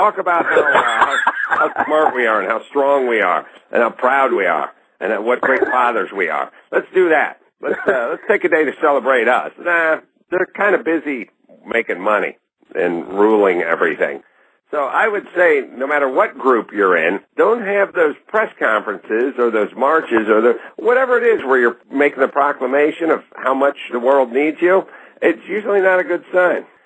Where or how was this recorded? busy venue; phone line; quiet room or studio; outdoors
phone line